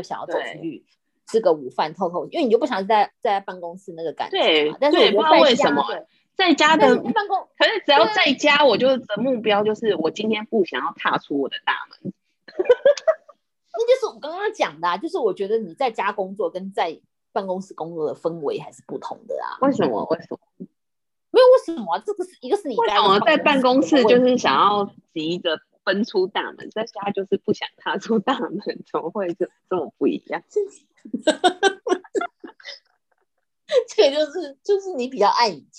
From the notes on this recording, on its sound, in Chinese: 因為我們要厲行居家隔離，所以錄音工作改成遠距錄音。第一次操作還有很大的改進空間。